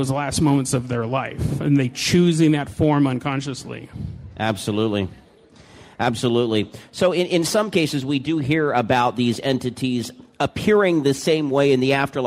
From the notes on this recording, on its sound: LIVE! From the Oregon Ghost Conference in Seaside, Oregon.